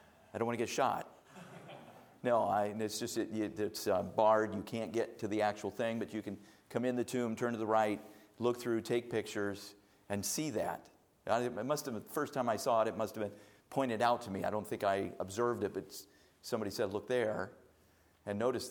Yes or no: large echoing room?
yes